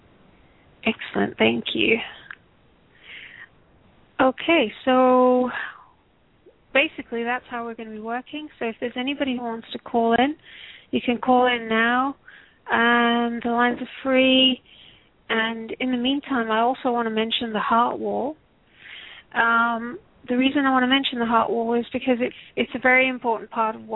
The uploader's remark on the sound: Takes your calls for healing live today!